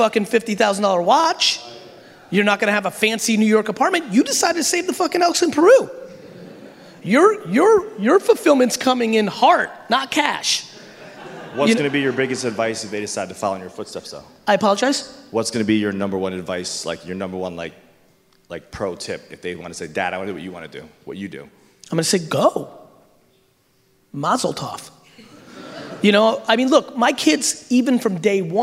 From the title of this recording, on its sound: Keynote at Slimebash Event